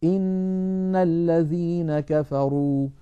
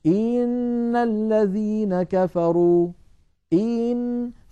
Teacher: لو بالغنا وقلنا إن الذين كفروا إن، فكأنه صار بعد الهمزة المكسورة ياء · Shown in: second take · من أجل هذا سمى علماؤنا هذا الأمر الإدخال، كأنه دخل في التلاوة حرف، وهذا منهي عنه لأن فيه زيادة حرف ليس في كتاب الله.